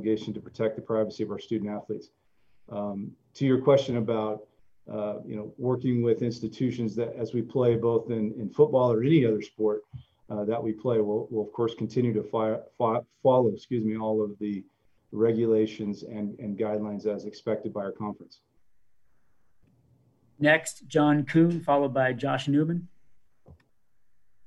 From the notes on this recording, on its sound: ZOOM conference call